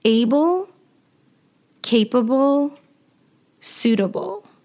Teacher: Now let's look at consonant vowel sequences, so the L and the E. At the end of these kinds of words, we usually pronounce it ul